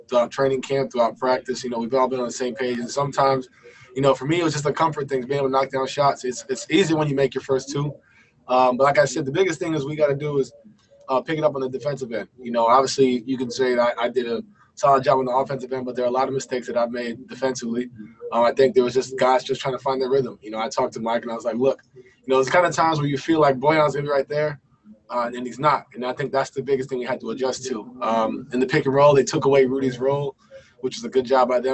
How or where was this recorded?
video call